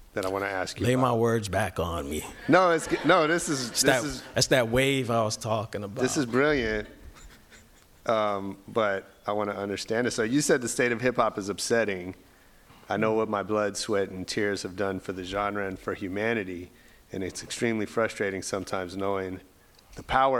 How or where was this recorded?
live audience